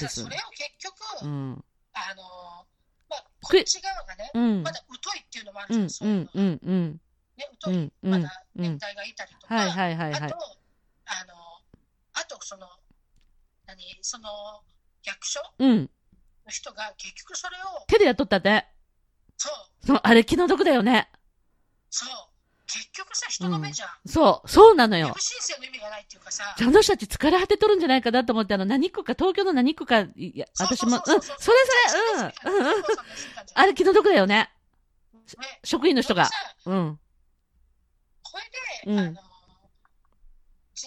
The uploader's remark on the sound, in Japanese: リモート収録です！